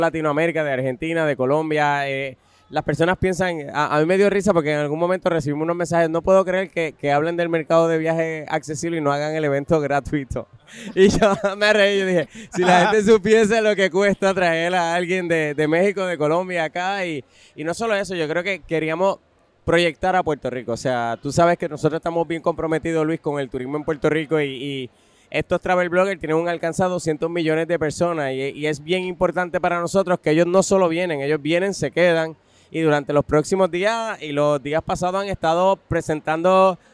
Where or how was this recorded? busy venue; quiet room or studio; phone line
busy venue